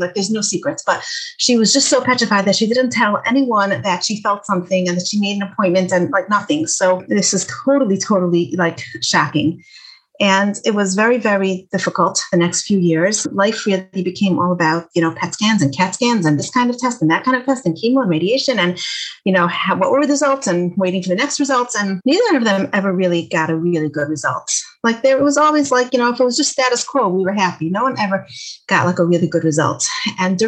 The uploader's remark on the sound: Zoom talk for teens given through Project Light.